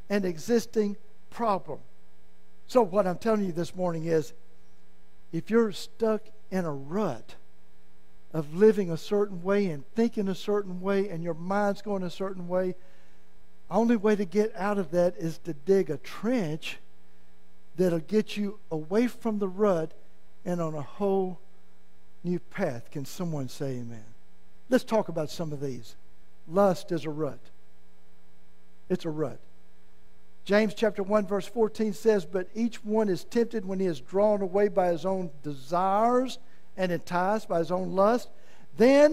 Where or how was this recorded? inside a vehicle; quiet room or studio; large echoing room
large echoing room